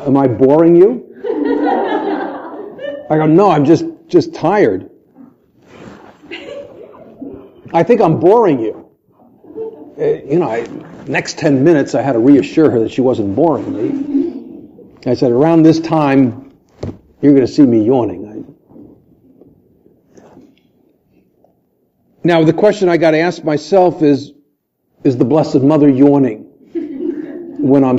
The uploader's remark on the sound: This podcast was recorded live during an Evening of Recollection in October 2016.